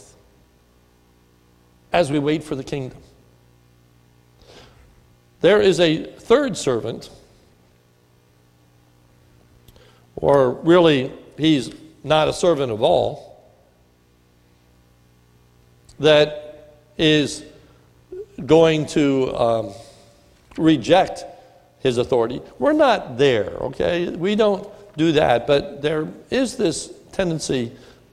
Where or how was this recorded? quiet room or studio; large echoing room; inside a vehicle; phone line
large echoing room